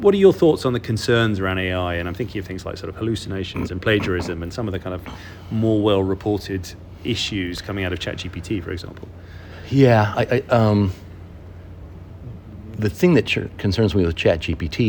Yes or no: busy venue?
yes